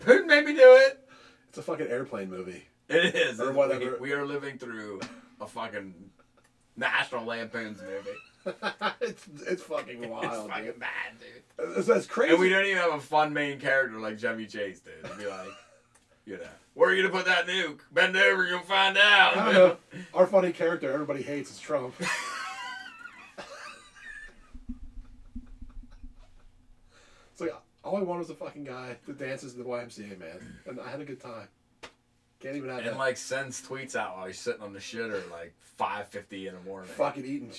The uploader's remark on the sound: there will probably be a problem with the recording.